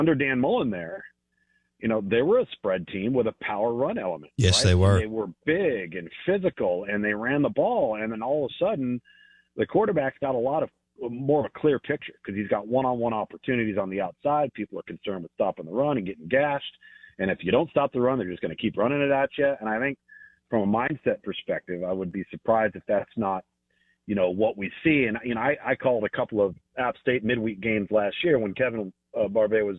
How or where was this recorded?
phone line